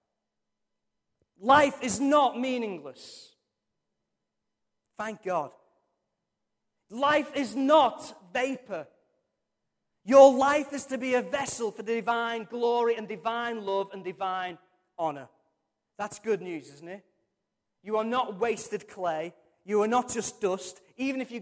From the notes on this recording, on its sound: Recorded from our Sunday morning service